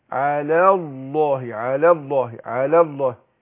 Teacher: برقق اللام وببين المد الطبيعي بتاع الياء واروح داخل على ايه لام لفظ الجلال.